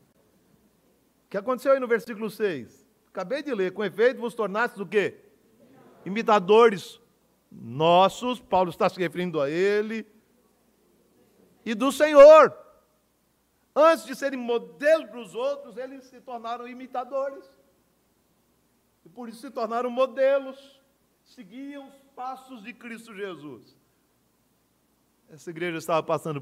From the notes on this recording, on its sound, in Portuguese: no culto presencial e transmitido ao vivo no domingo pela manhã (9h)